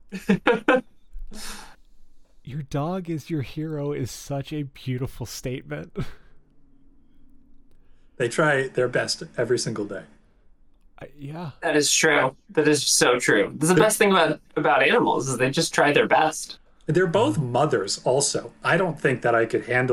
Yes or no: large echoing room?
no